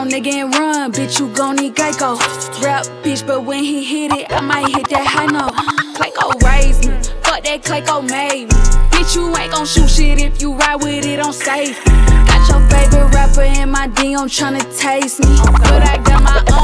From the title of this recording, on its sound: LIVE from Hashtag Lounge - Alexandria, VA